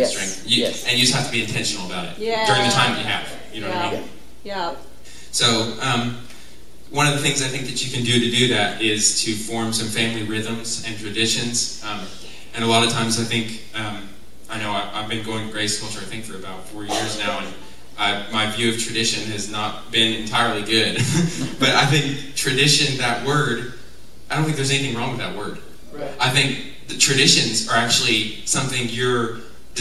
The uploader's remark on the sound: Enjoy this live speaking event from over 2 years ago.